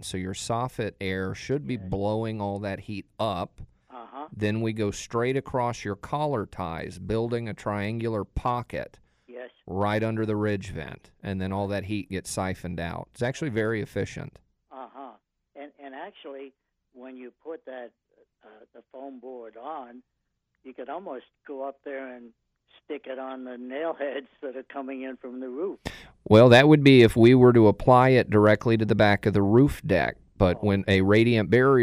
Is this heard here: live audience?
no